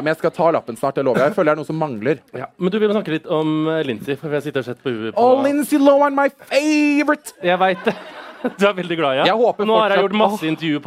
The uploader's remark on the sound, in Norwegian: Livepodcast på Hvaskjer i Oslo. God stemning.